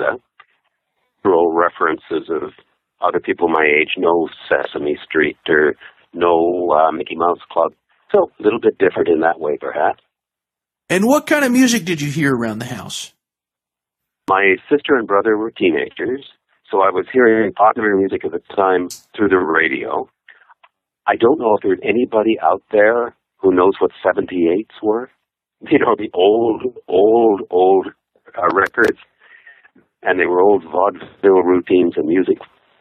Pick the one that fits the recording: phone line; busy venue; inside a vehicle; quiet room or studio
phone line